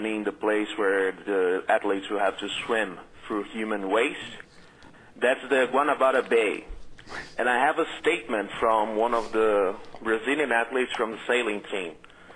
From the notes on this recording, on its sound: Phone calls.